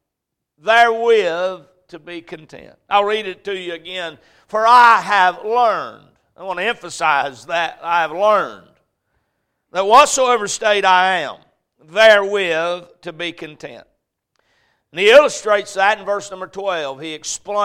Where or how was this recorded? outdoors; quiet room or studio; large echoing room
large echoing room